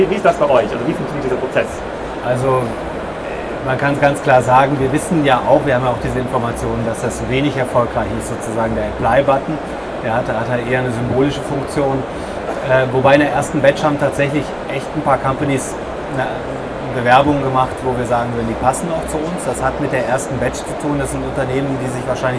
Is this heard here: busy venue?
yes